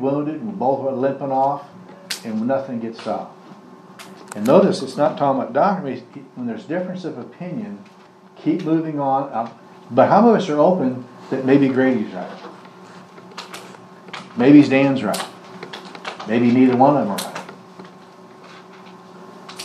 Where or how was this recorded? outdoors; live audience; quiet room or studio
live audience